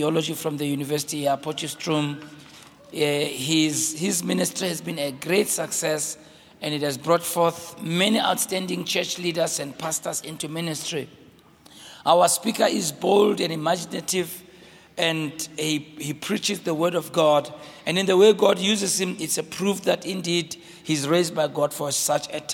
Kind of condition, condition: setting, large echoing room